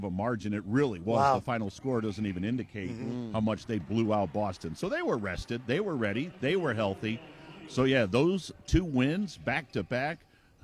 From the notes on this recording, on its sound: live from Rocket Mortgage Fieldhouse